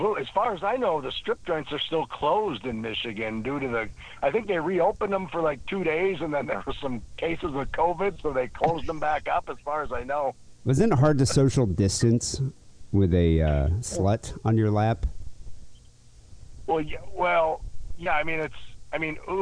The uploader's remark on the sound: Phone calls.